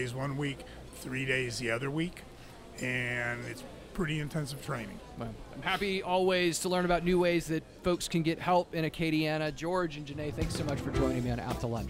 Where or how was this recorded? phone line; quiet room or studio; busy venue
busy venue